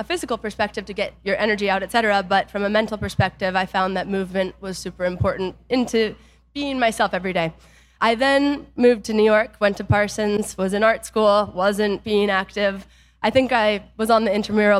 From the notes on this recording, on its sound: Live From Small Business Summit. Live from our 2022 Small Business Summit event.